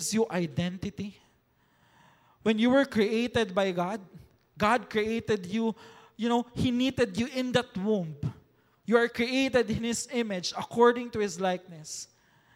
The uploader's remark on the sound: recorded last July 7, 2023 at Mezzanine Hall, ZCAEC